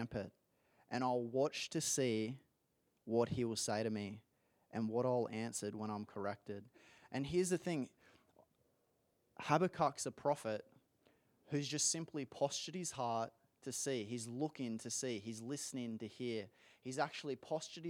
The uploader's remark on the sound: This is the full recording of the service.